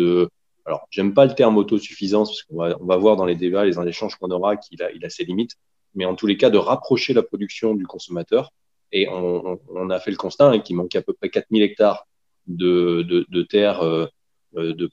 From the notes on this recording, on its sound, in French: En visio.